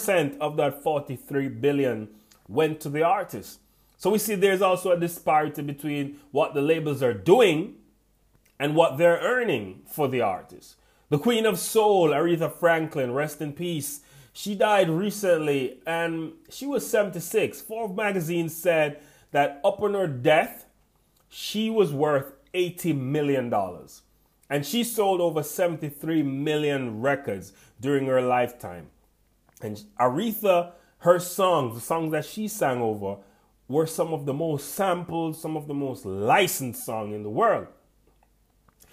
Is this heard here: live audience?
no